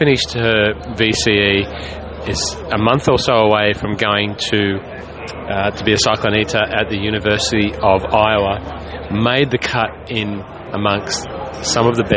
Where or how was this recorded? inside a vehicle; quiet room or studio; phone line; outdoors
outdoors